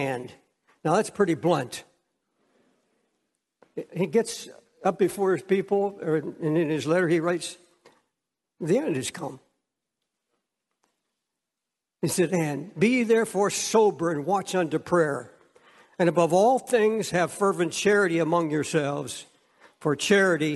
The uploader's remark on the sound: preached from Time Square Church